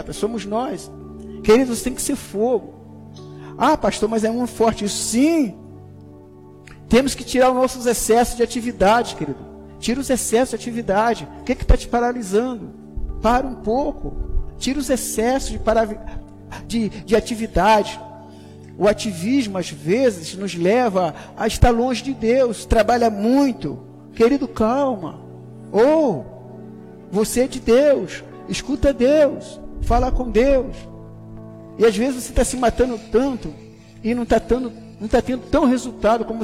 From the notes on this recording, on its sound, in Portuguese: Áudio da mensagem ministrada no Culto da Vitória. Na Igreja Cristo Salva Campinas.